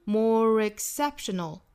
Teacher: more 和 exceptional 有一个加 r 的连读哈，也是元音加元音的连读